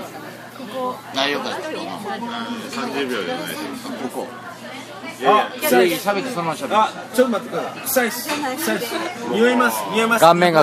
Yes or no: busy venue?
yes